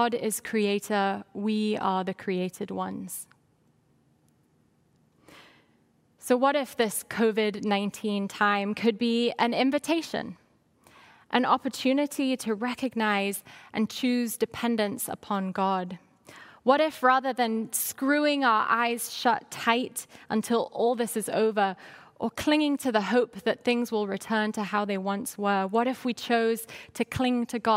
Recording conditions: large echoing room